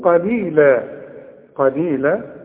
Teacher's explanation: القاف مفتوحة فمفخمة، وعند الوقف تجيها ألف كاملة